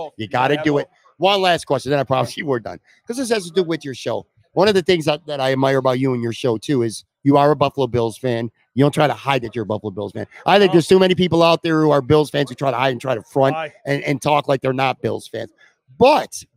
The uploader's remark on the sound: Another installment of the "Live from Imperial" series. Live from Imperial Pizza in South Buffalo (1035 Abbott Road).